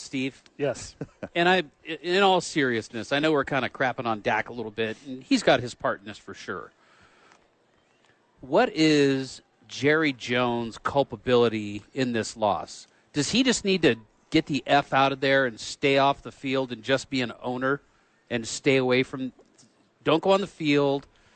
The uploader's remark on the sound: live from The Duke Store